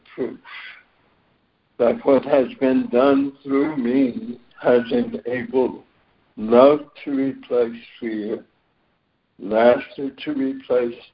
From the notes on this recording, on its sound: ACIM Daily Conference Call